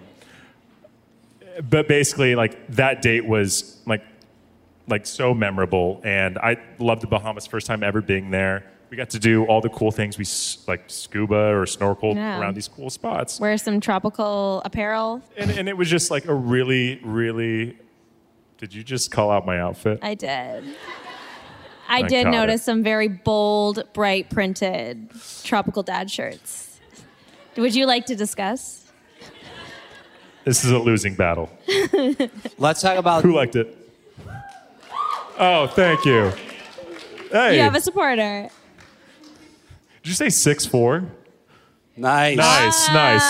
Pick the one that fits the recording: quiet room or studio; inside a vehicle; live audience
live audience